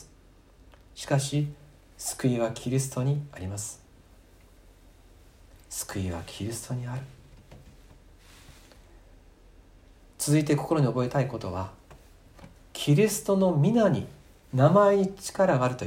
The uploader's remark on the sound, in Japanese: 2020年4月26日吉備教会礼拝メッセージ録音です。